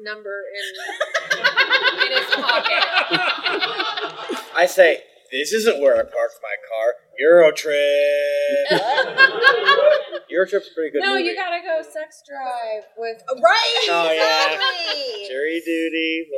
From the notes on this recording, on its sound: Thank you so much to everyone who came out for our GeeklyCon 2023 live show! It was a little different and I think the more personal touch really upped the energy on the stage.